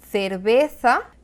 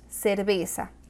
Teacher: Un español diría cerveza, mientras que en Hispanoamérica decimos cerveza, ambas C y Z con sonido de S · Shown in: second take